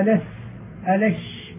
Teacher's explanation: ألا ترى أنك تقول في ألس ألش فيجري النفس والصوت معهما · Term: الحرف الرخو